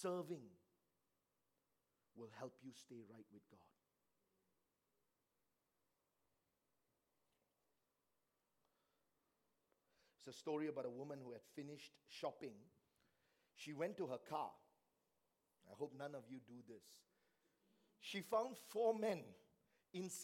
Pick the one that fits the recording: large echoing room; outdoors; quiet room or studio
large echoing room